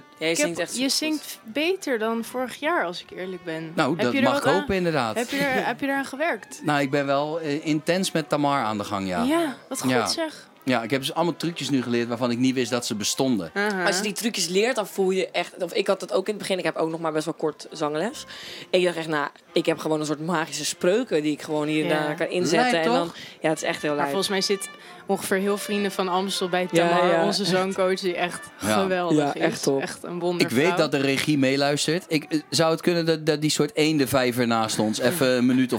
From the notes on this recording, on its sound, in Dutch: in de Kleinste Kroeg van Nederland die backstage verstopt staat bij De Vrienden van Amstel LIVE